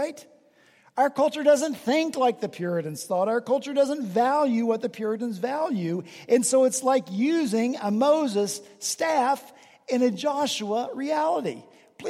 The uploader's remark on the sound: At Redeemer Presbyterian Church in Charleston, SC, our senior pastor preached from Deuteronomy 34 in his penultimate sermon.